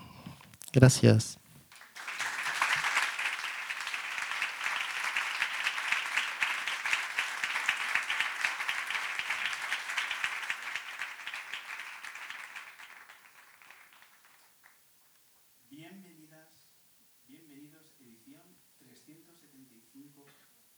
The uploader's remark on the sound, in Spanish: el público que ha llenado hasta el último de los huecos el espacio del Ámbito Cultural de Callao donde hemos grabado una programa sumamente especial